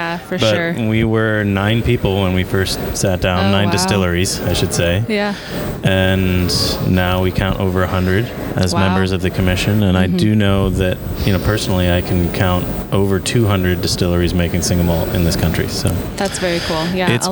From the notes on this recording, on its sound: Live From ACSA. Join us on the tradeshow floor to share their ACSA experiences.